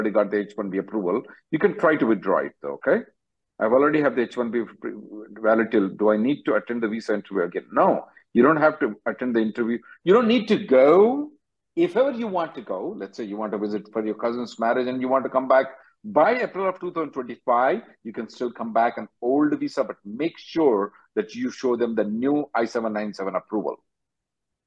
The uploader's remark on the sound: Conference Call